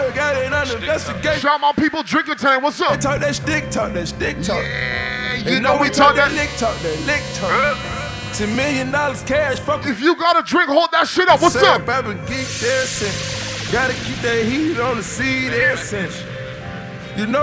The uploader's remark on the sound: STRICTLY THE HIGHEST TORONTO - LIVE AUDIO. STRICTLY THE HIGHEST INSIDE DY BAR IN TORONTO.